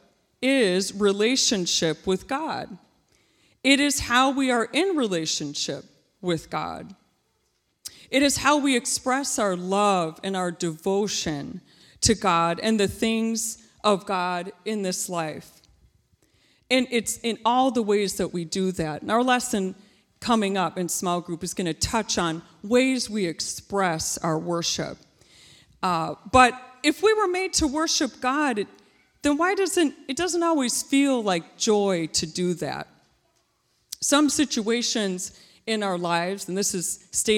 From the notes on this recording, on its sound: This JAT was recorded live on Sunday, October 24th, 2021 at Newark United Pentecostal Church.